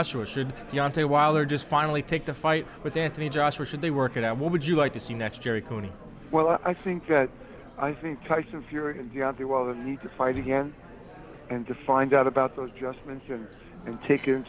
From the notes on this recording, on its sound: on location from Jack Doyle’s Restaurant and Bar